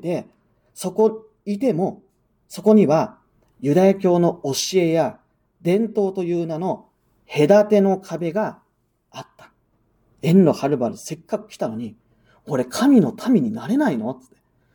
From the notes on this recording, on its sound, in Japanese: 日本基督教団石山教会の主日礼拝説教音声です。